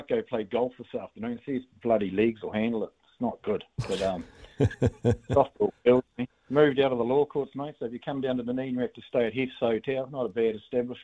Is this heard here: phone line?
yes